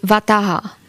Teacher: wymawiano samo ha dźwięcznie. Czyli jak h, czyli wataha.